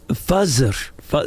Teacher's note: Middle Easterners often have difficult, and they'll transliterate TH as Z. So they'll say, Fazer.